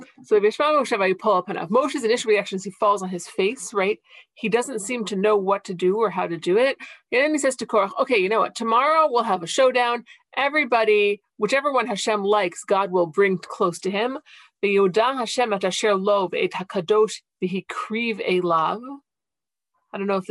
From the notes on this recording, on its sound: This audio was originally captured from Zoom